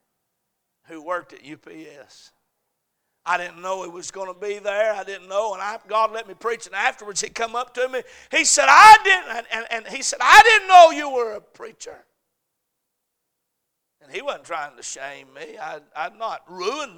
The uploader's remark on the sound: A message preached at Crossroads Baptist Church on Wednesday night